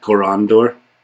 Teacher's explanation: Otherwise, you put it on the third from the end. So Korondor, the stress goes in the middle because that syllable has an ND in it